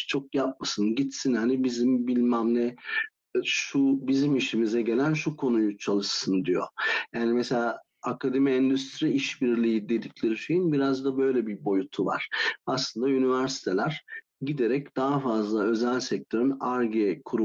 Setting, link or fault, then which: link, video call